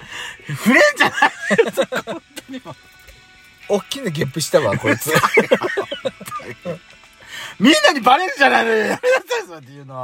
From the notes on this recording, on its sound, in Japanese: パーキング収録